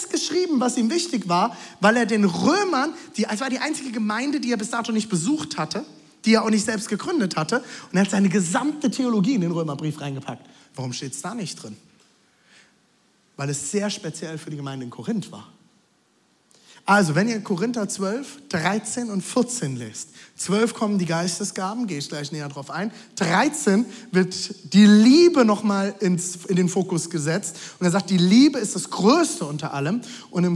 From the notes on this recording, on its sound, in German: Audiomitschnitt der Predigt